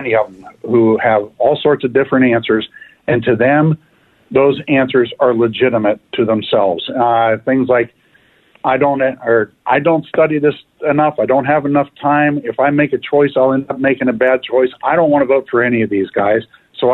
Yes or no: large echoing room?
no